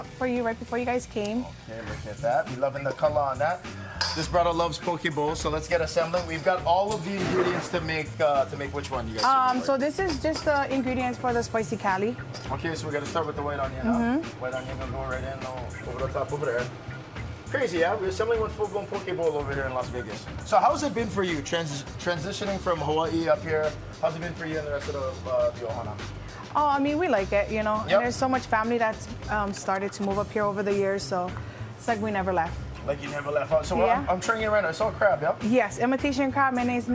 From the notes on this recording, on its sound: We're live at Opulicious Poke & Plate Lunch in Vegas and in the HI Now kitchen.